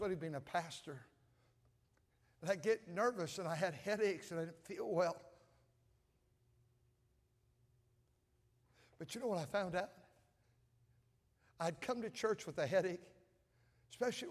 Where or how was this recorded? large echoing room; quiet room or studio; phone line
large echoing room